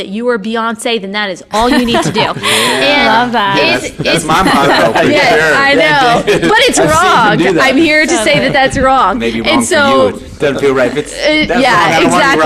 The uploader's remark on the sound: We recorded this episode at Awaken Conference 2019.